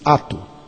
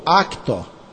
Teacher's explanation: ora no Brasil, ora no Portugal, se pronuncia sem a consoante ou com a consoante